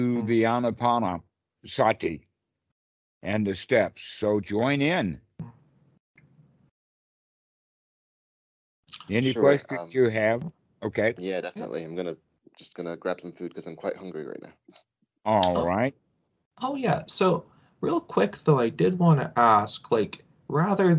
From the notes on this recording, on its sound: skype calls